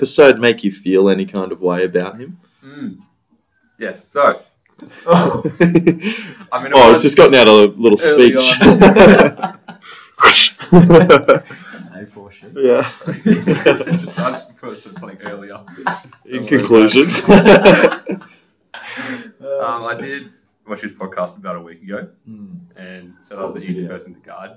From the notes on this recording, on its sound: Yep the sound issues are back.